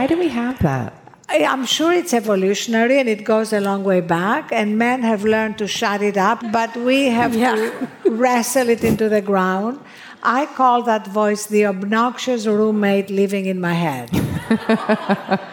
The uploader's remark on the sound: a chat at In goop Health in New York City